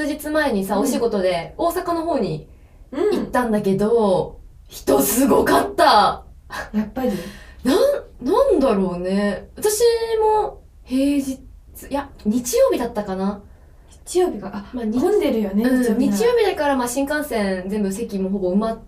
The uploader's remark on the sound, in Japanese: 録音状況が悪くてすみません！